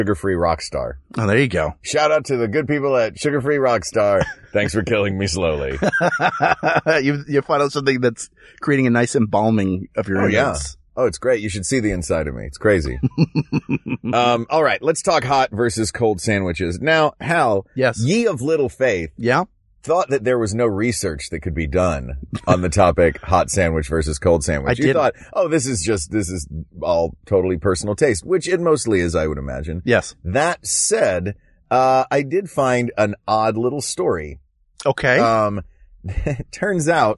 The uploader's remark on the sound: LIVE from a car